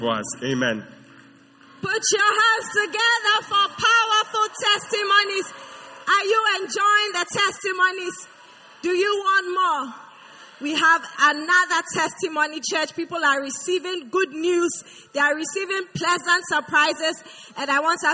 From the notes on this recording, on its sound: Preached at the First Love Center.